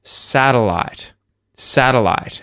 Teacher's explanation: I'm using the syllabic L with lateral release. So, that's a kind of fancy way of saying that when you've got a T followed by an L in a word, the tongue goes into the T position.